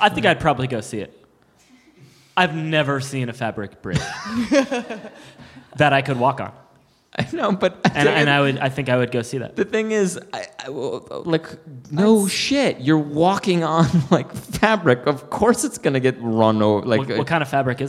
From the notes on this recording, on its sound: It's our first live show in a long while. Is recorded live at the Comedy Café Berlin in Berlin, Germany.